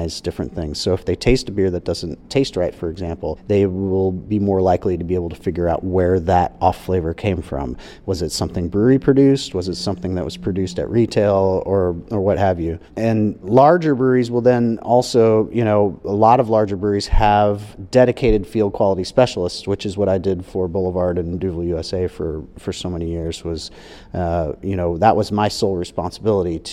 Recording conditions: busy venue